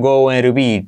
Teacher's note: T como R suave, semiclave